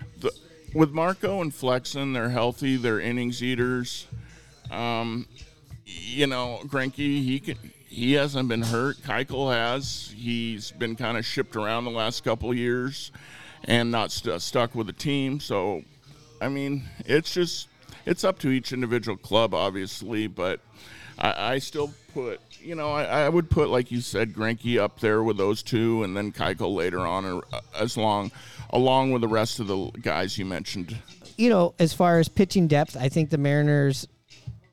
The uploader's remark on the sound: Recored on location at the Cabin bar and grill in Richmond Beach!